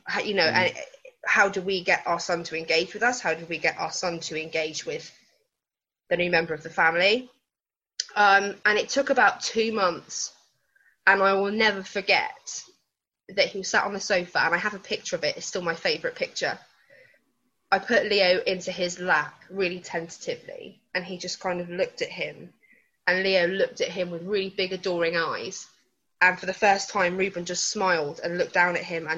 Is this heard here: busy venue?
no